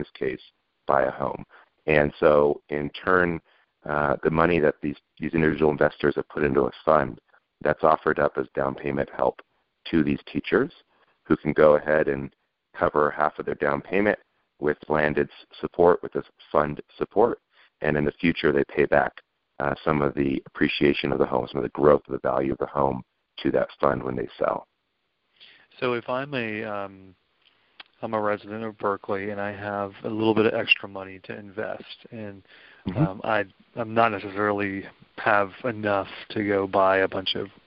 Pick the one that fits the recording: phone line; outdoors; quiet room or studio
phone line